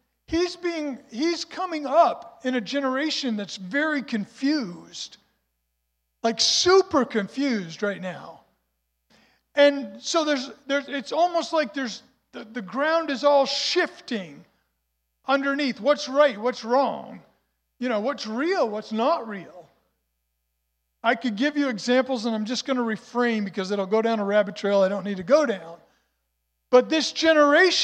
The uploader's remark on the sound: was recorded on Sunday, May 7th, 2023, during service at The Anchor Church in Rockport, Maine.